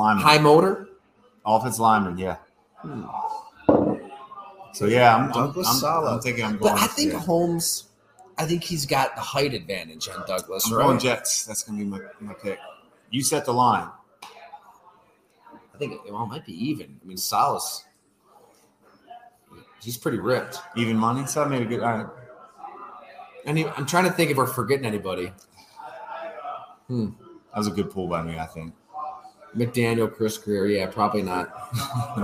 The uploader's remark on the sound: I discuss live at Fattey Beer Company in Hamburg